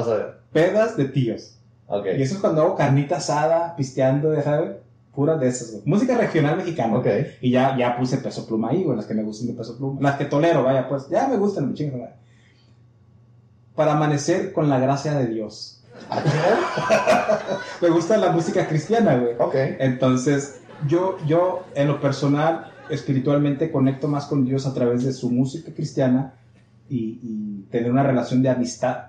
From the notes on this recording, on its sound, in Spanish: Tuvimos algunos problemas técnicos, es una historia divertida. Eso causó que el audio se grabara con el micrófono de la webcam en lugar de los micrófonos de la interfaz.